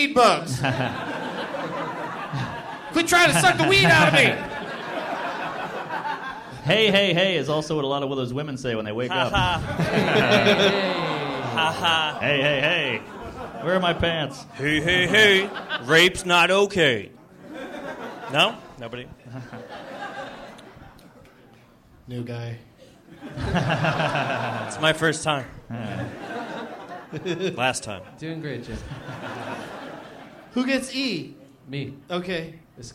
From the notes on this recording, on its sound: live from the Helium Comedy Club in Philadelphia